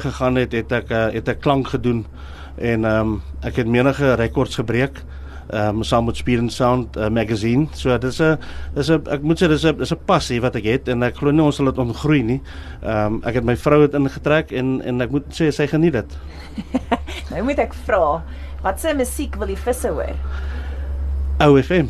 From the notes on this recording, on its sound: Mid morning Magic het op 4 Aug by Central Fishing Shop en Central Sound se nuwe winkel in Curie laan Bloemfontein, uitgesaai.